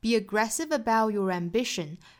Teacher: about 后面的 t 的发音我们把它给略掉了，那相当于 about 跟 your 之间声音就没有连接上， about your be aggressive about your ambition 也是可以的，那这是可以连读同化，也可以把 t 给 glottal stop 掉，给顿掉哈